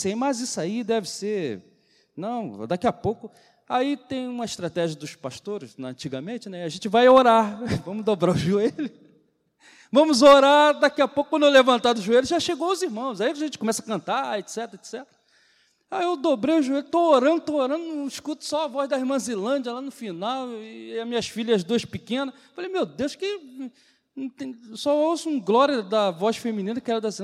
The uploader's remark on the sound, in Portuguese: CULTO DE LOUVOR E PALAVRA AO VIVO